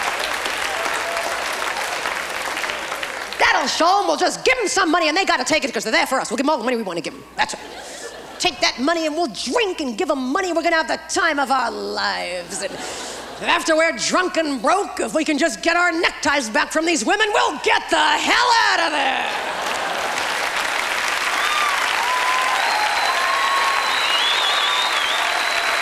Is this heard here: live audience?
yes